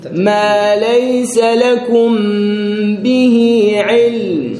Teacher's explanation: ويكون الاخفاء يكون الاخفاء عند حرف الباء فقط فقط بس بالباء وذلك بإطباق الشفتين للميم وإظهار غنتها · Term: الاخفاء الشفوي